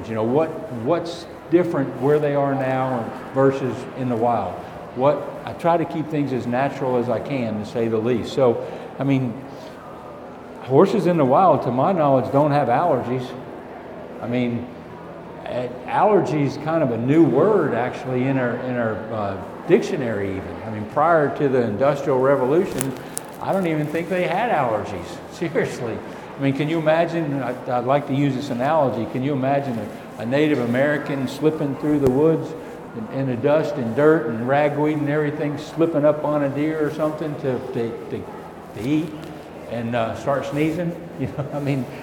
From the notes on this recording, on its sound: Recorded live from the Fall 2017 Equine Affaire in Springfield MA.